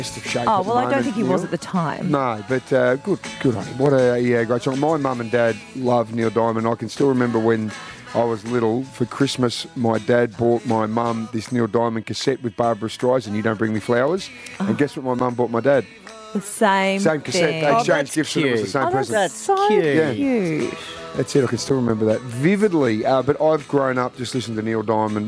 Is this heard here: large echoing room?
no